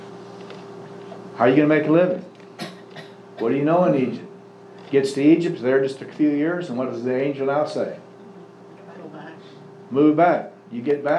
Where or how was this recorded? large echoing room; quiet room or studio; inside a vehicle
large echoing room